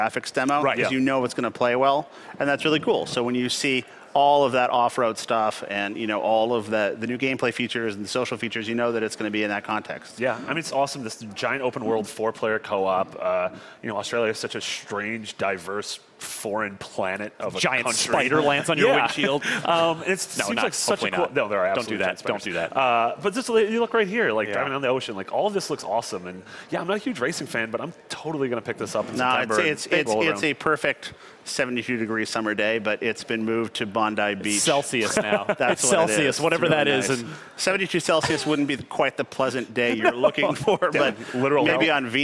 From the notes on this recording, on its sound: Aired live at E3 2016. This was our live reactions to everything that had just happened at the Xbox press conference.